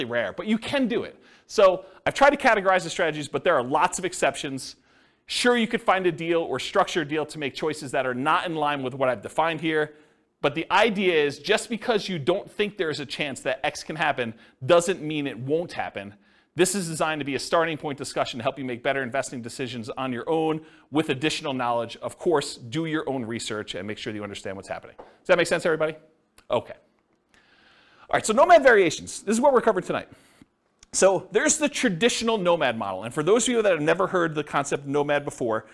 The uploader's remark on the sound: This was a live class recorded